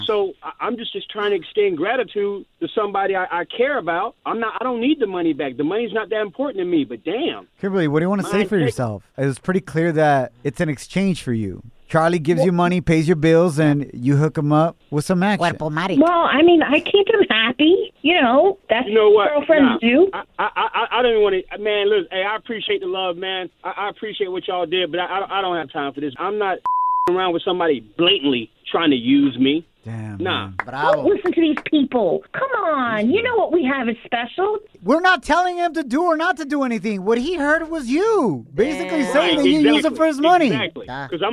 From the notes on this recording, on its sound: We opened up the phone lines and asked the listeners their superstitious beliefs!